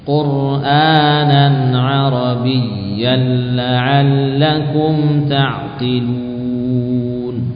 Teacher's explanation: tanwin bertemu lam masuk ke lam